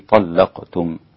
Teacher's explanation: غلظ الإمام ورش، ها اللام في طلقتم